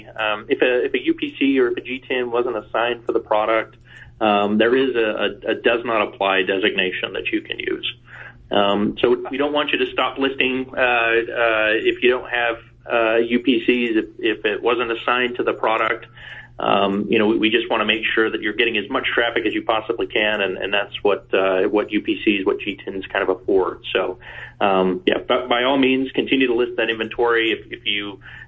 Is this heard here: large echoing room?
no